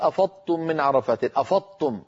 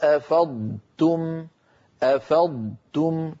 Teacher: لابد من أن ننطق ضادا يتلو، ضادا مفخمة مستطيلة يتلوها تاء مرققة مستفلة · Shown in: second take